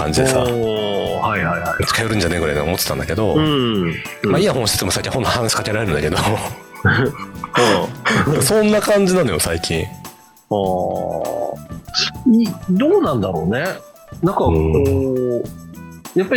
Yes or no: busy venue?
no